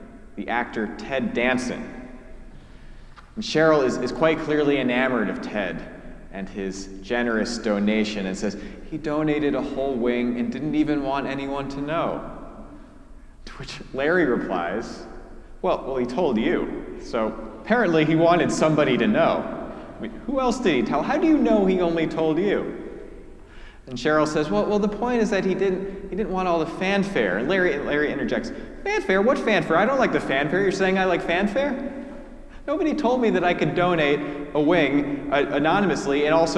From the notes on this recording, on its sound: preached at our celebration of the Holy Eucharist during our Ash Wednesday service